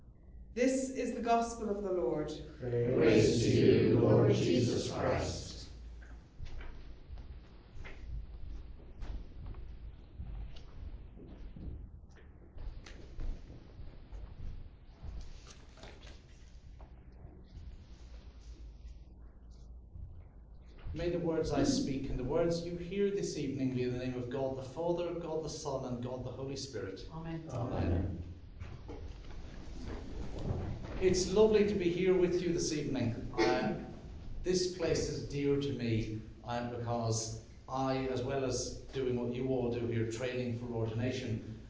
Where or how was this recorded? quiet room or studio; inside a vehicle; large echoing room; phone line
large echoing room